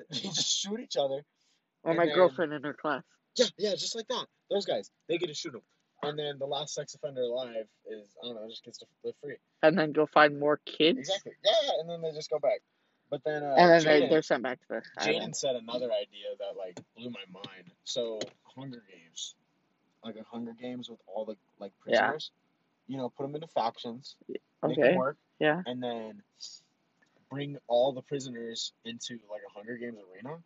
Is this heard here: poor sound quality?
yes